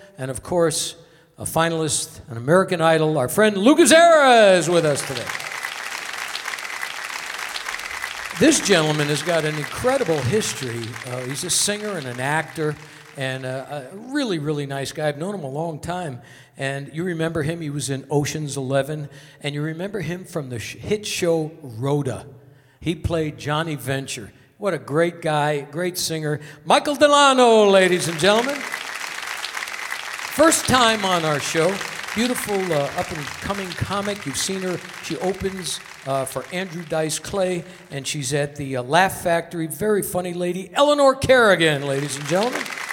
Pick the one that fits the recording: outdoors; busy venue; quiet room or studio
busy venue